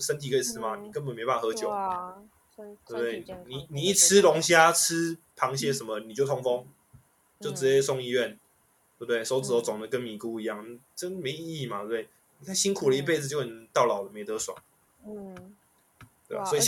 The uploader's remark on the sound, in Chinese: 一樣採用遠端錄音和極度拙劣的剪輯能力，還請大家多包容音質和音量上的問題